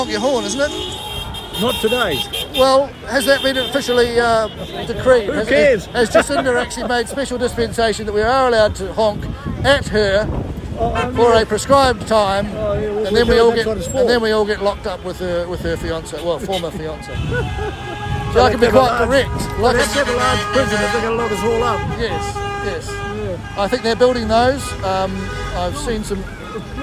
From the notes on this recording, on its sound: on the ground in Woodville, New Zealand today